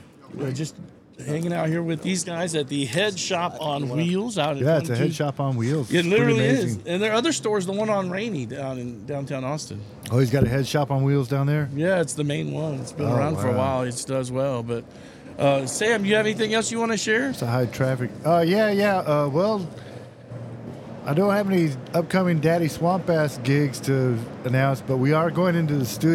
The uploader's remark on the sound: Live from Headshop on Wheels. Live Remote Broadcast from Headshop on Wheels Cafe at FM 620 & FM 2222 in "four-points" area in west Austin. With the Car and the Tent this week our on location show recorded Saturday with lots of friends and fun .